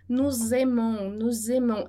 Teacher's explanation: Esse z, ele não vai aparecer na escrita, né? Mas ele vai ter que ser feito na fala. Essa junção, né, da pessoa com o verbo. · Term: liaison